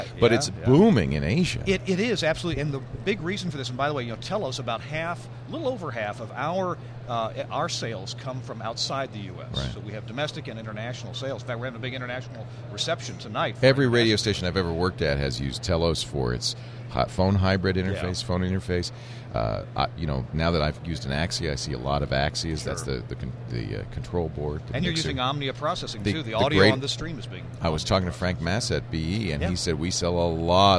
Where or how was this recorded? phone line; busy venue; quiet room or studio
busy venue